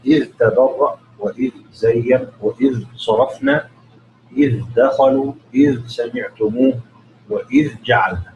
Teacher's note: يعني ذال إذ يظهرها عند حروفها الستة